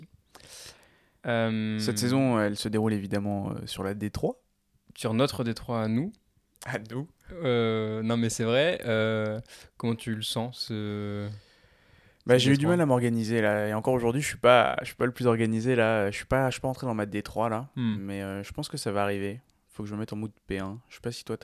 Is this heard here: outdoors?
no